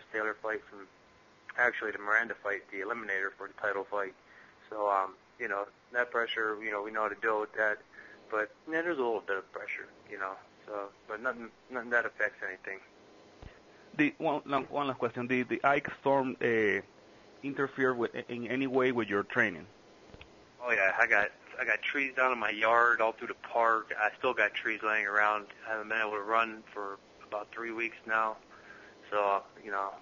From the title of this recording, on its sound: Conference call